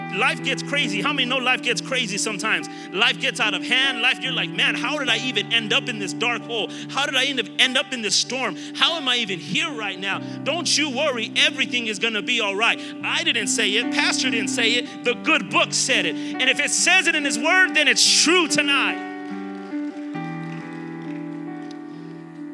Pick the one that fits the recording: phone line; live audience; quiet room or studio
live audience